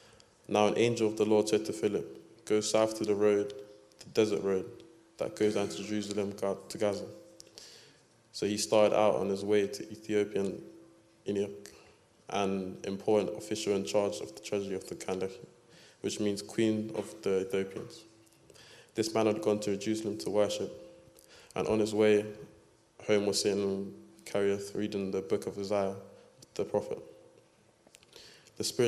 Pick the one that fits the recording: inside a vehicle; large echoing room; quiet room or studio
large echoing room